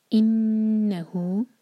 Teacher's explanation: نون پر غنہ اور ہو مد صلہ صغریٰ ہے، اس کو دو حرکہ کھینچیں گے